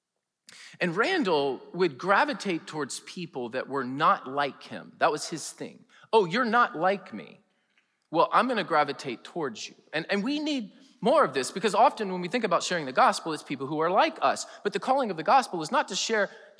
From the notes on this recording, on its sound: preached in #SWBTSChapel on November 3, 2022